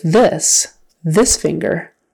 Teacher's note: This starts with a voice TH, but then it has a short I and an S.